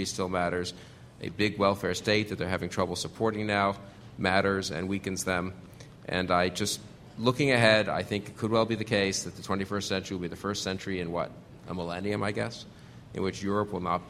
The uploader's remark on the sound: The Federalist Society presented this Showcase Panel at the 2006 Annual National Lawyers Convention on Thursday, November 16, 2006.